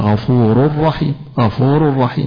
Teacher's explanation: إدغام الراء في الراء من غير الغنة اللي فيها · Term: إدغام بغير غنة